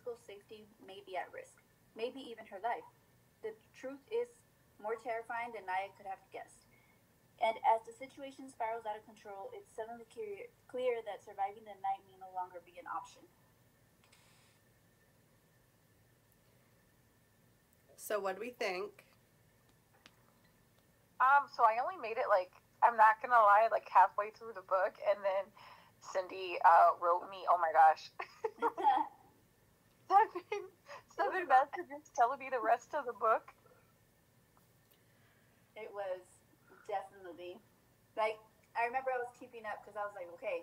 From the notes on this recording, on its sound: Please excuse the audio this week.